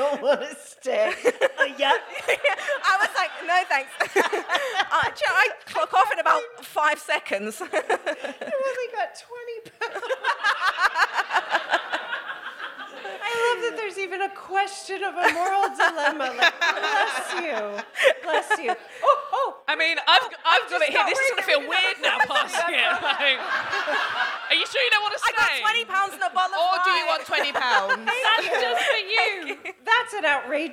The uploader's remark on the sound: This episode was recorded at the DWSC London residency, and the place was buzzing. We then hear from a member of the audience.